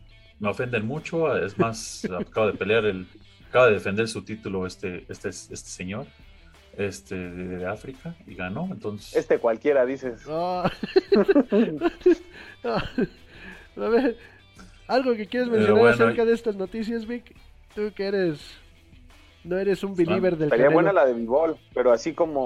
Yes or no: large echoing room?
no